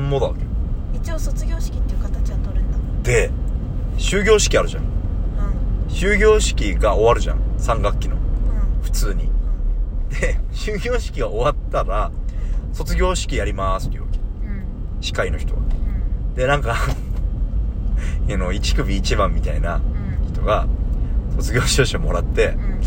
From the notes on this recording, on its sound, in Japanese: From Radiotalk。ドライブしながら録音してみました。